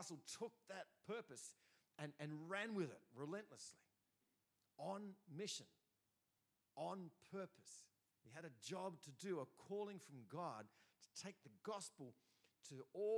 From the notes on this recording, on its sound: first preached in C3 Bathurst on 20 August 2023